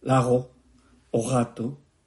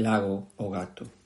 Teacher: a variante fricativa, lago, o gato, sonora, non a variante aproximante lago ou gato actual